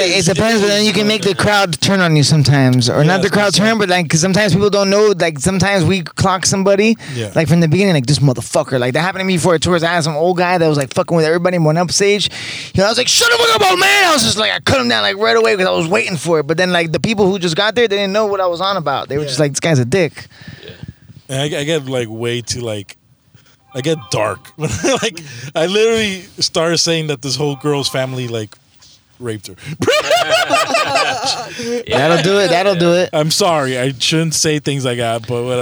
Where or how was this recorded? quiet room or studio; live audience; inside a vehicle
inside a vehicle